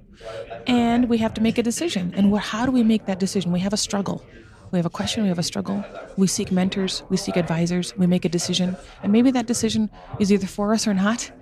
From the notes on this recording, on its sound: Today we are live from Park City, Utah at the GoBundance event